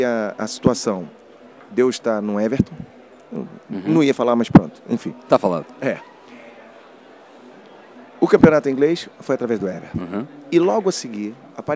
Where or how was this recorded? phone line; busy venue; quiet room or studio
busy venue